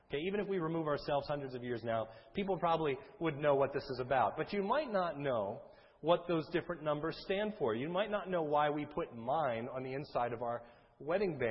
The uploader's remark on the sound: a sermon recorded at the Lebanon Bible Fellowship Church, in Lebanon, PA, on 6/5/2011 during the morning service